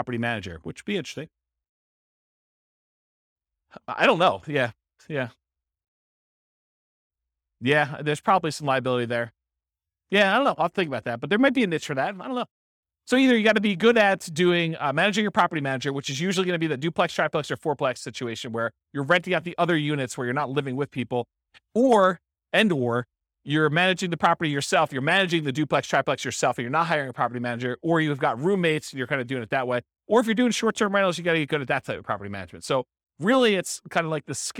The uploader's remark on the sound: This was a live class recorded.